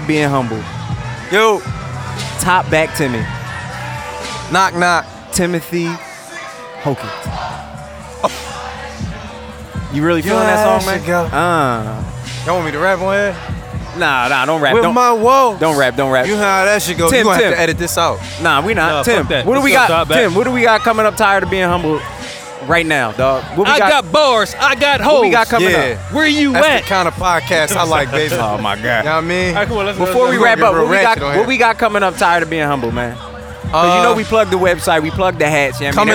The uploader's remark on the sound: LIVE at the Thompson Family BBQ. The LIVE AM I WRONG segment.